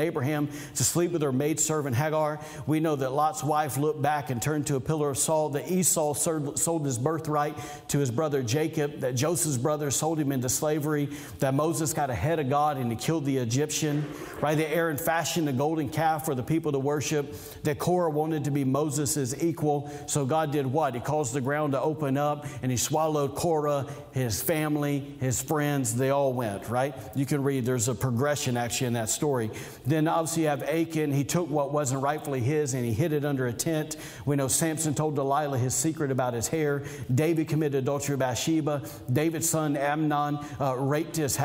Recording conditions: large echoing room